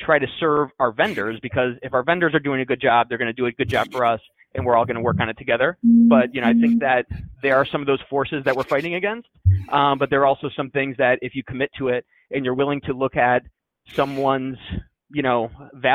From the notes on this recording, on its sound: Over the phone.